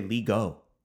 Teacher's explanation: You're completely changing the vowel properties of E there in let, and you're just disregarding the T at that point